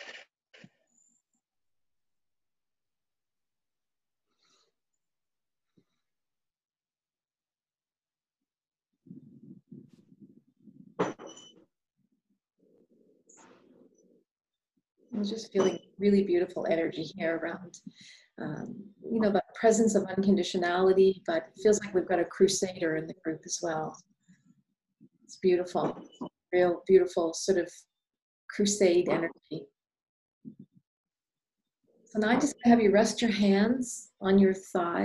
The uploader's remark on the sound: Psychic Forecast - Live Group Zoom Event.